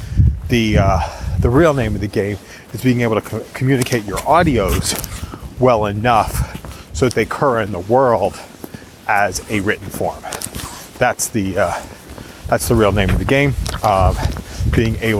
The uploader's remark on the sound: Walk and talk brainstorm.